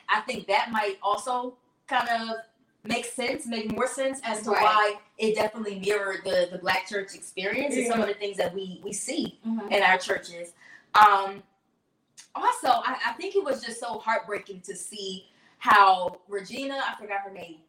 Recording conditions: poor sound quality